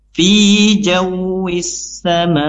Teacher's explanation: dibaca panjang dua harokat melalui rongga mulut